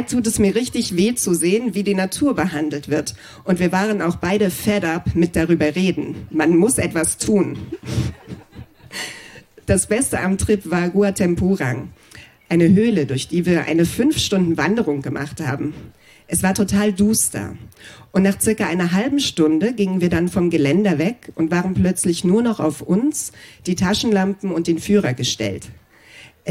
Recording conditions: live audience